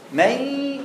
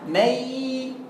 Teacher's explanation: انت جبت غنه بحرف، ما انت جايب انت ثابت على ياء ومشغل الخيشوم. · Shown in: first take · Term: الادغام بغنه